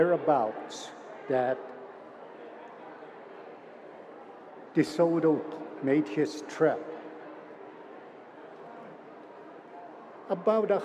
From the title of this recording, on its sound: Recordings from the 2022 Siksika Health Fair